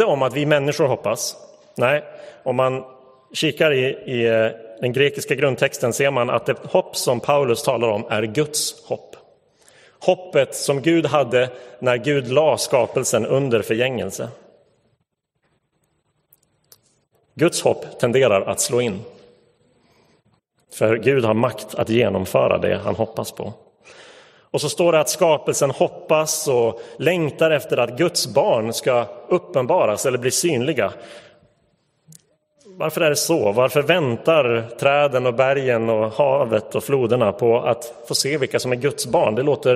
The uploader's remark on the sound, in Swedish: Inspelad i Roseniuskyrkan.